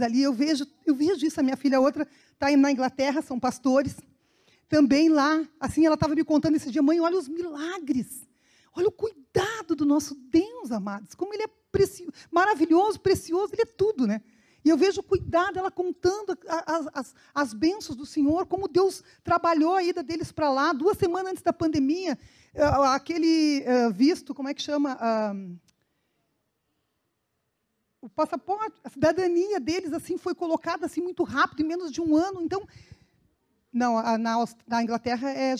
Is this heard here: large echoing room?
yes